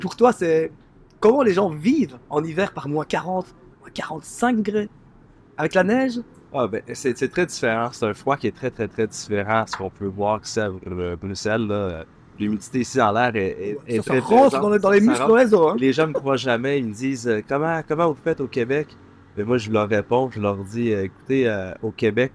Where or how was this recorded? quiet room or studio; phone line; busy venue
busy venue